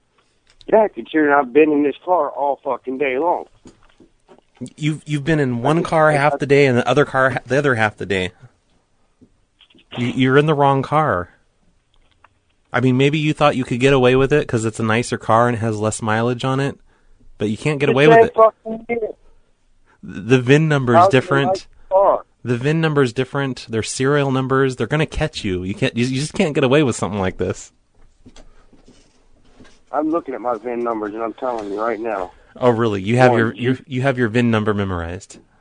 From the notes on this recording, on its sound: Prank Phone Calls